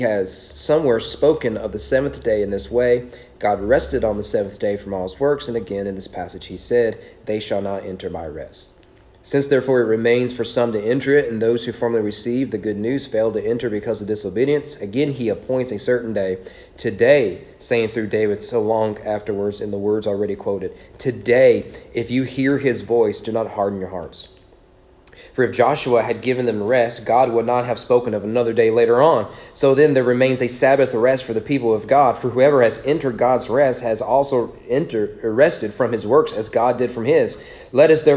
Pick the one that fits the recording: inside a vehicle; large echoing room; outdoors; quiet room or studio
large echoing room